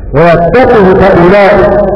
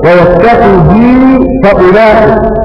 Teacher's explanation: فضل رمز يعقوب، يعني يعقوب وابن زمان قرآها بالقصر ويتقه فأولئك بقصر الهاء وعدم مدها · Shown in: first take